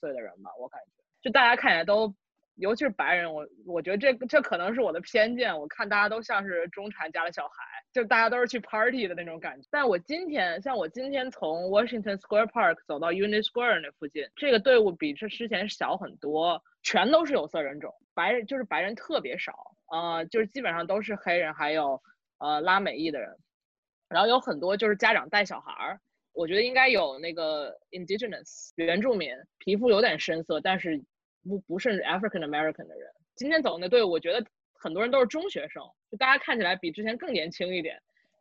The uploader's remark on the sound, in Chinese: 兵分三地 Zoom 会议